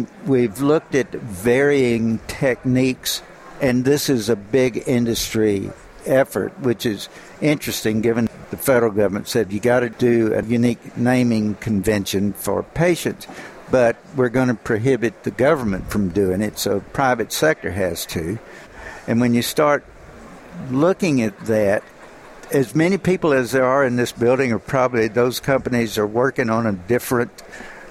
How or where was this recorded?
busy venue